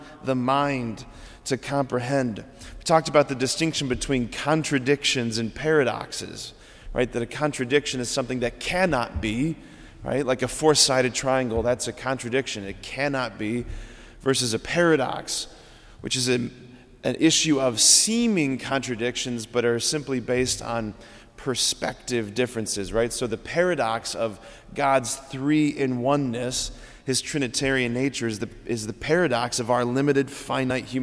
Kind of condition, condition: setting, large echoing room